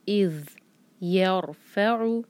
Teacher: دیکھیے ذیل پر جب سکون ہوتا ہے تو ہم تھوڑا سا ایکسٹرا ٹائم دیتے ہیں، جس کو رخاوہ کہتے ہیں. ذیل کو کبھی بھی جلدی سے نہیں پڑھنا.